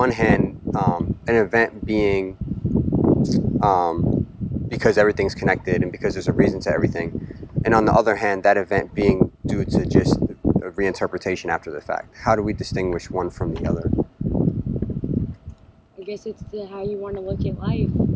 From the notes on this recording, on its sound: I apologize for some of the wind noise. I recently bought a wind cover for my camera that I think should solve the problem.